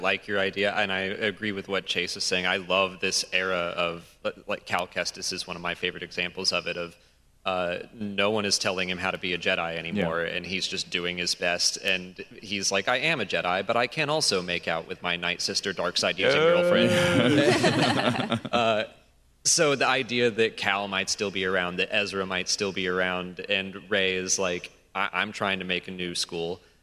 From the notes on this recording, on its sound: Live from GCX. Gaming Community Expo.